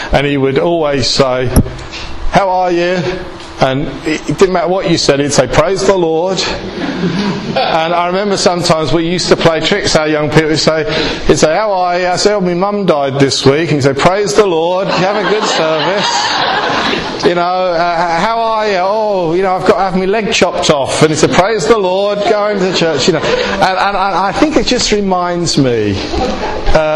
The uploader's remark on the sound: speaking in session 3 of God Encounters The best way to live at the Estuary Elim Group of Pentecostal Churches Church Away Day